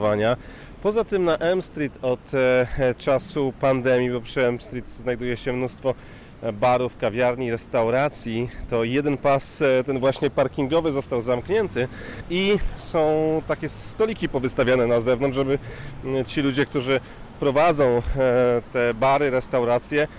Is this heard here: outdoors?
yes